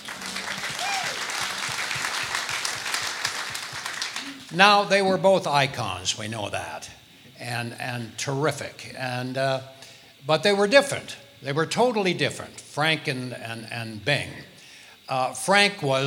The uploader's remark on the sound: Live at the SouthPoint Casino